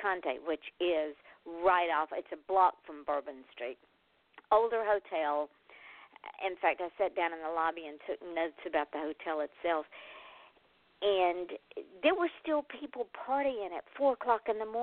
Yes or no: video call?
no